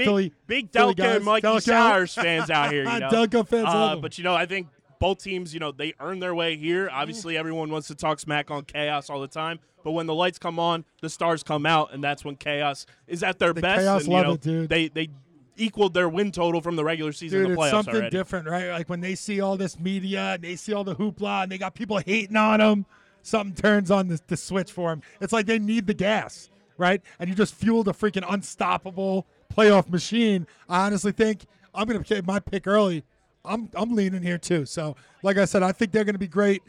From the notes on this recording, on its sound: Live Show from the PLL Championship in Philly. For an ELECTRIC event in the PLL FanZone. In front of a rowdy crowd.